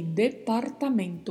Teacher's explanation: Muita atenção com a pronúncia do R, porque ele tem um vibrato